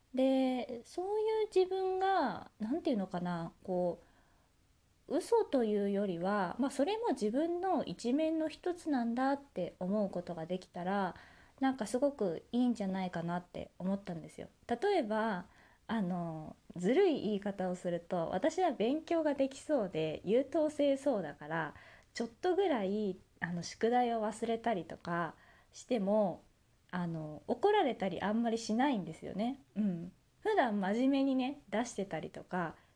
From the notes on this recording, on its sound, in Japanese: 自宅でスマホによる収録のため様々な騒音が収録されています、ご了承ください